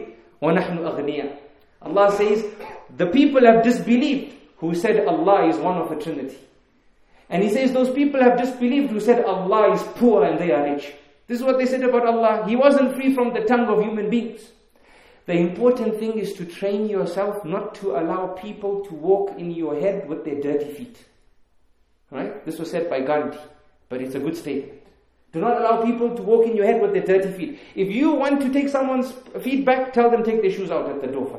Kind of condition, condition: setting, large echoing room